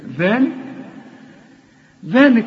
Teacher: طلع لسانك في الذال وبعد الذال في ألف علشان تمدها ألف كاملة